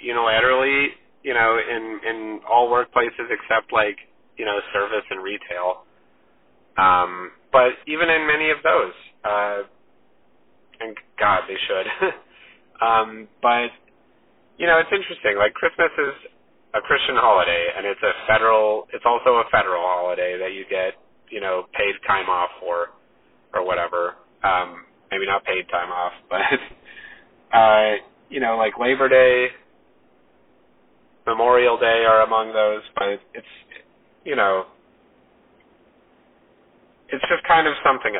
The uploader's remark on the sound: Super sorry for the potato audio quality on this one!! I accidentally recorded through my car speaker. Just imagine we're on a phone call.